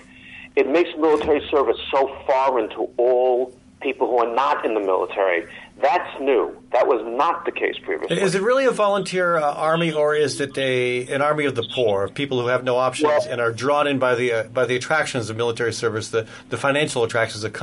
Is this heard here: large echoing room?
no